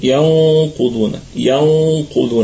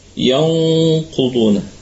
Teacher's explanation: نضغط على القيشوم ونكون قريبين من مخرج القاف · Term: غنة الإخفاء